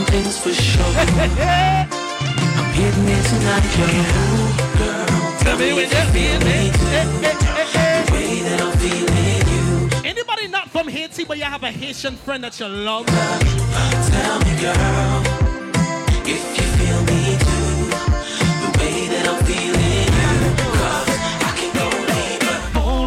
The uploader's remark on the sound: Live at Carnival Tuesdays - Privé in Brooklyn. Live at Carnival Tuesdays - Privé in Brooklyn.